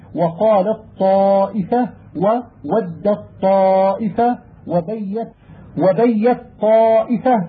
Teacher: وإذا لقيت التاء الساكنة طاء أبدل منها طاء وأدغمت في الطاء التي بعدها، فيجب على القارئ عند ذلك أن يتحفظ بإظهار الإدغام والإطباق